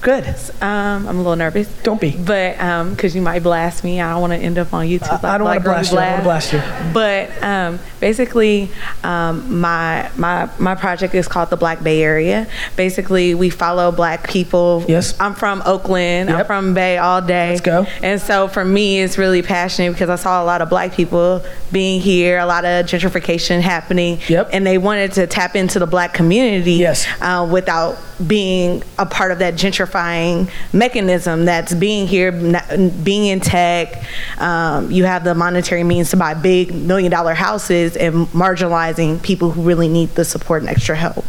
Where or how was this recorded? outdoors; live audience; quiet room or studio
live audience